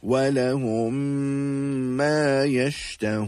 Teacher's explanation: the two memes will become incorporated and will be read with ghunnah · Term: idgham shafawi